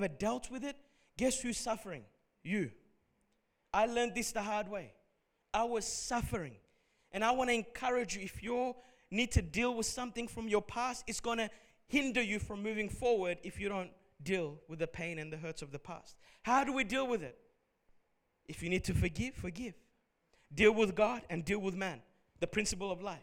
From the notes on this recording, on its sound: Recorded at Revive Church Melbourne on Sunday the 30th of December